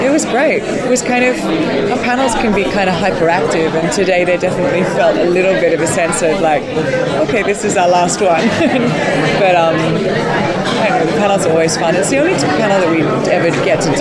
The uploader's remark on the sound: Recorded at San Diego Comic Con.